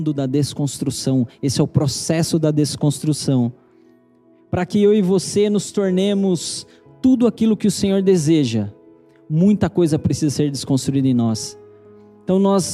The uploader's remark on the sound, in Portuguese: Pregação transmitida ao vivo